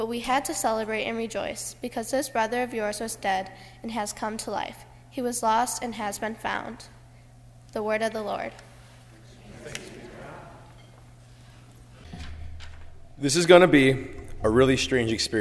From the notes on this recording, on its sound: during the Heritage service (11:00 am) on Sunday, February 7, 2016, at First Presbyterian Church of Arlington Heights, Illinois.